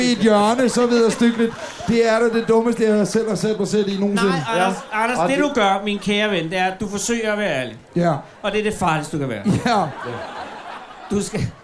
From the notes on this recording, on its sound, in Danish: Ugens afsnit er optaget under Folkemødet 2018 på Gæstgivergården i Allinge. Foran en fuldstændig pakket gårdhave evalueres der på Folkemødet.